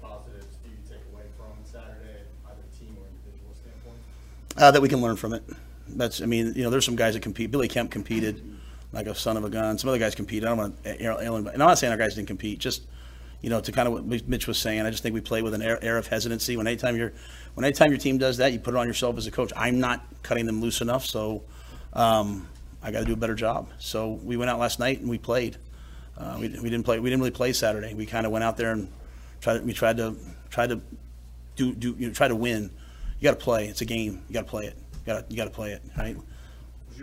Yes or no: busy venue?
yes